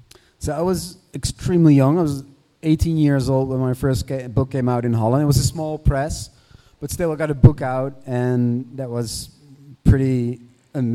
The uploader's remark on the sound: This week's edition of The Dark Word features an in-person interview before a live audience at The Last Bookstore in Los Angeles.